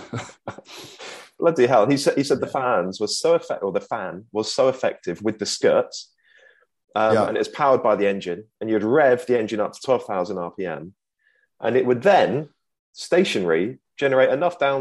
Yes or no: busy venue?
no